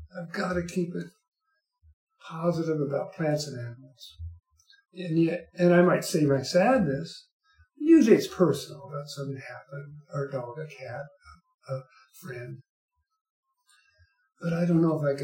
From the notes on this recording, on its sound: I am moving (within Tucson) and somehow lost my recorder. I apologize if the sound is off at all.